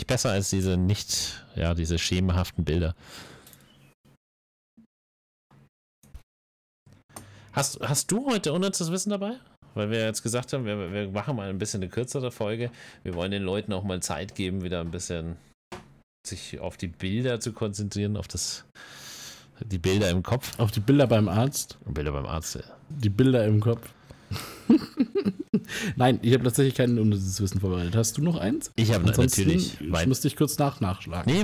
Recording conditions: distortion